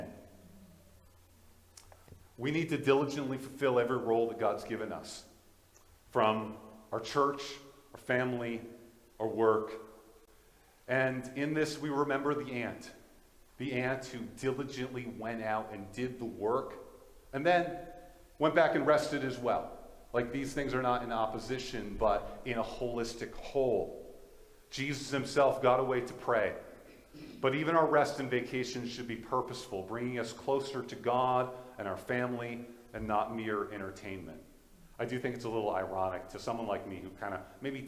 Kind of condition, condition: setting, large echoing room